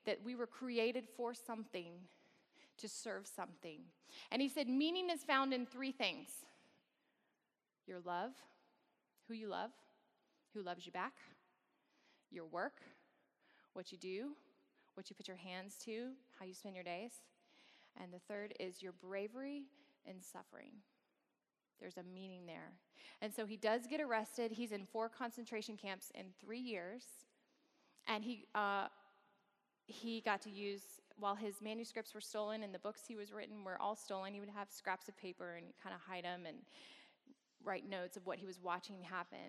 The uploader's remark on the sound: gives a lecture as part of Samford University's Campus Worship on 27 October 2016